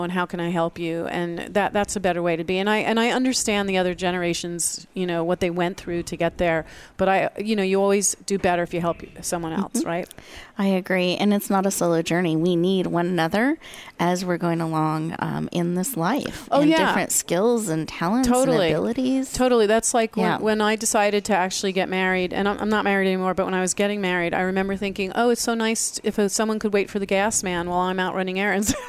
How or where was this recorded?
busy venue